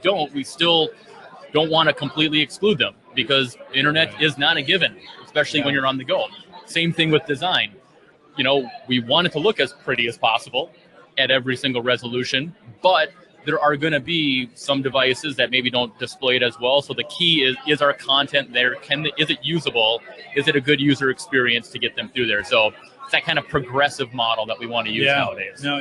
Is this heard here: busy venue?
yes